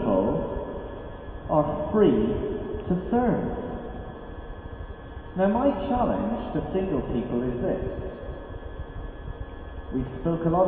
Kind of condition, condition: fault, poor sound quality